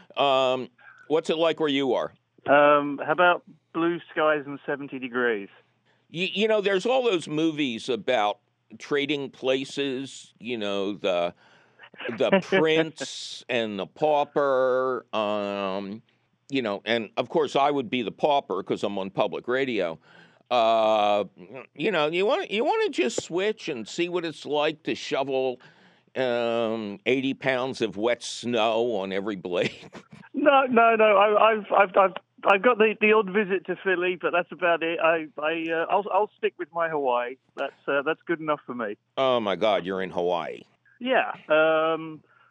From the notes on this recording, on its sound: your 'Celebratory' phone calls!